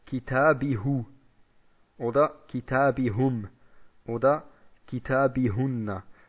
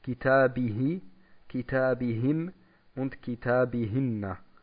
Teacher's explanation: Das heißt, von I zu U überzugehen, das fällt schwer, deswegen wird es verändert. · Shown in: second take · Wir sagen, Kitabihi, Kitabihim und Kitabihinna.